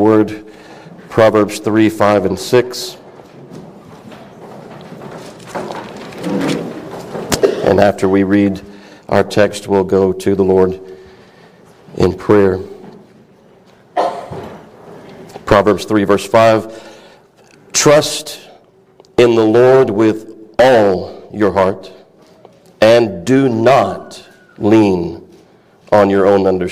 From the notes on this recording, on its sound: A message preached at Christ Fellowship of CENLA Fall Conference 2023.